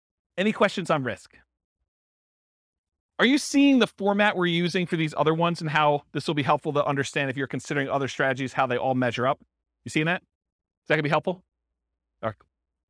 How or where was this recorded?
live audience